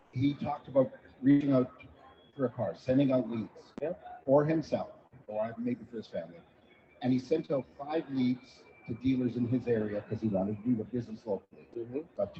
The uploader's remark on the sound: Another Great Live Interview at NADA. At the Polly booth at the show.